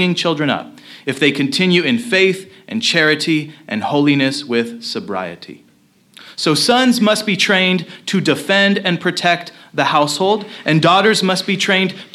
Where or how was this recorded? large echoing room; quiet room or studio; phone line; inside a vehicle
large echoing room